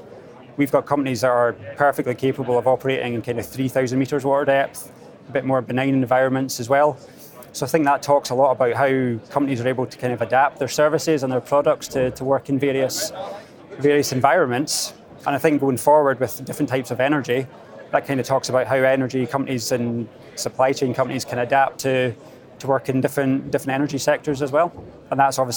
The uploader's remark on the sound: Next up at the Energy Exports Conference